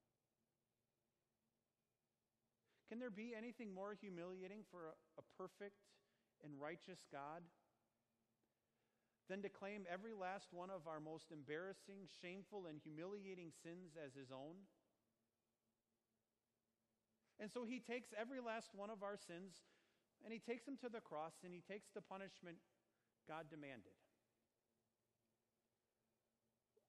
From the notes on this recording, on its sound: Sermon preached at Our Savior Lutheran Church in Birmingham, AL, on Sunday, September 1, 2019.